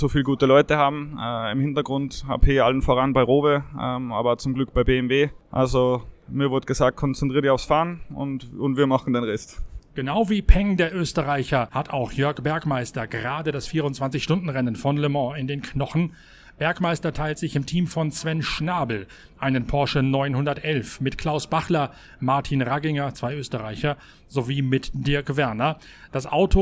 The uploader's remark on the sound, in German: Nach dem ersten Freien Training in der Grünen Hölle. Live von der Nordschleife.